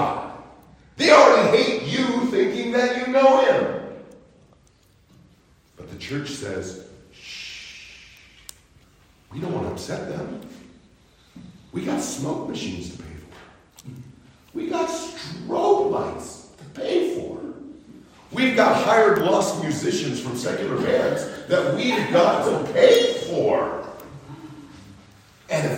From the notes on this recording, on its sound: Preached during Sunday School at Calvary Baptist Church -Owosso, MI